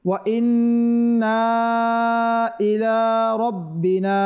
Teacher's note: নুনটা এক আলিফ পরিমাণ গুণনা হবে এবং তিন আলিফ পরিমাণ টান হবে।